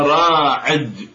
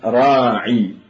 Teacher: يقولون عجعجة قضاعة، يحولون الياء جيما مع العين · Shown in: first take · يقولون هذا راعج، يعني هذا راعي، هذا راعج خرج معج، أي معج يعني معي، هذا راعي خرج معي، فيقلبون الياء إلى جيم، فهذه عجعجة قضاعة.